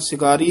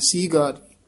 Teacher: ਇਹਨੂੰ ਸੀਗਾਰੀ ਉਚਾਰਨ ਕਰਨਾ, ਸਿਗਾਰੀ ਨੀ ਕਹਿਣਾ, ਬਿਹਾਰੀ ਹੈ, ਦੀਰਘ ਉਚਾਰਨ ਕਰਨੀ ਹੈ · Shown in: second take